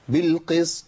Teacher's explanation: بالقسط، القاف عندي ضعيفه، ما اقولش بالقسط، والطاء عندي ساكنه موقوف عليها قبلها ساكن وقبل ساكن مكسور، فهي ليست بالقوه اللي اقف عليها بيها بقلقله عاليه، ما اقولش بالقسط طاء، لا بالقسط بس.